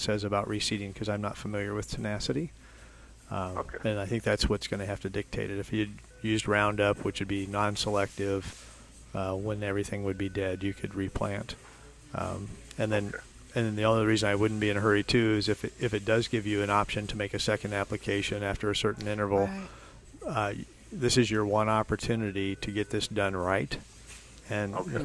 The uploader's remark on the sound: Plant Experts Live at Prairie Gardens. Every Saturday live from Prairie Gardens.